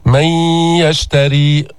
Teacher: بقيت صفة النون، ما هي الصفة التي بقيت؟ الغنة. ما قلت من يشتري، ما عم نلفظ نون، عم نقول من يشتري.